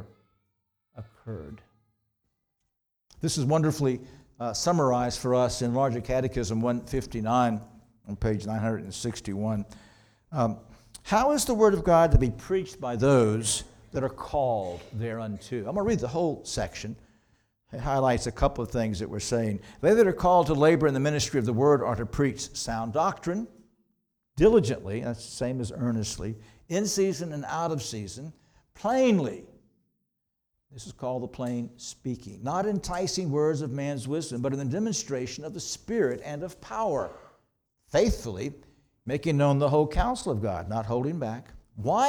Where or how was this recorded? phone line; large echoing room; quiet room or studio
large echoing room